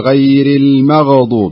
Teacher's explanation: لا، الغين، الغين، الغين تقلقلها شوي، تقول غير المغضوب، المغ صحيح، غير المغضوب، مغضوب بدون ما تضغط عليها شوية زيادة، إذا ضغط عليها زيادة يعني تصير فيها قلقلة